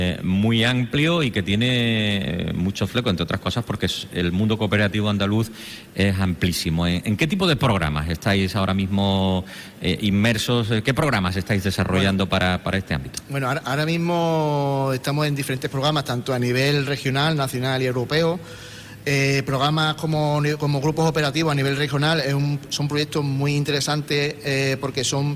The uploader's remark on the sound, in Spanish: Hoy programa en directo desde Córdoba con motivo de la celebración del Congreso Sembramos futuro.